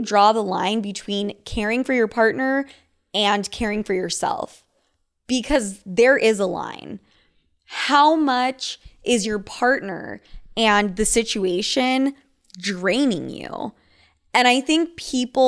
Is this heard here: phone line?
no